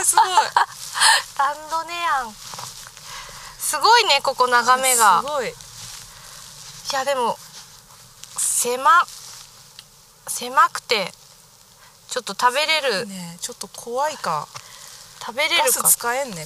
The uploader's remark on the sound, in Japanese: 若杉山。山での収録と下山後のアフタートークを合わせて作っています。